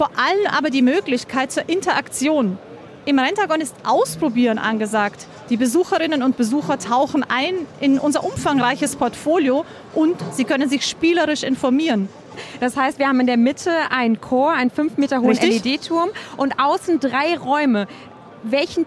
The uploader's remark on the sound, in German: LIVE-Rundgang: Zeppelin Rental auf der bauma 2022